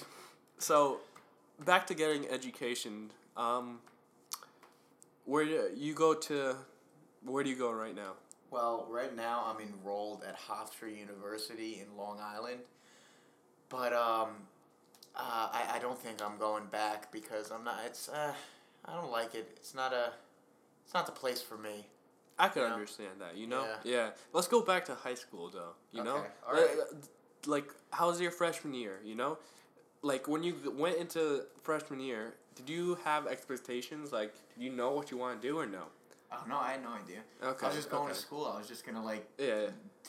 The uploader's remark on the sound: Please bare with us until we get more funding to afford more mic's and have an actual studio to record in.